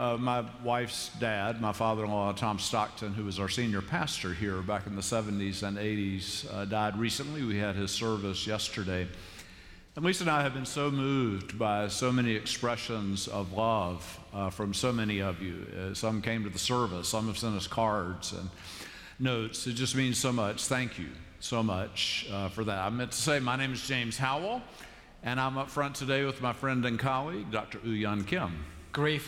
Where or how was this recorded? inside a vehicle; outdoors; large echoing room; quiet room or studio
large echoing room